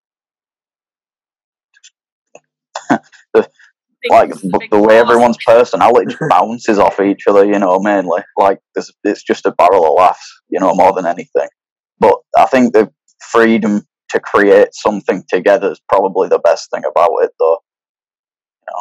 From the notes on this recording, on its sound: Recorded on May 5th 2021 on Zoom…so that explains the shit quality of sound going in and out.